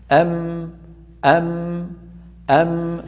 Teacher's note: مجموع هذين الأمرين يشكل حرف الميم. أم أم أم، فنجد بأن الشفتين تنقفلان على بعضهما تماما ويتحول كامل الصوت إلى الخيشوم. أم أم ماذا كنتم، أم أليم رحيم مأمون، فهكذا نجد الميم بأنه لا تنفك عنها الغنة أبدا.